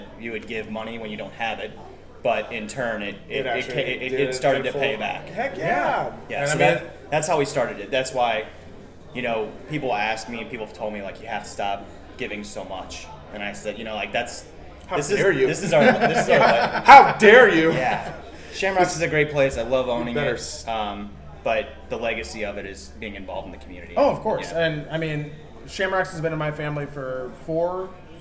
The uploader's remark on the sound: LIVE and direct from Shamrocks!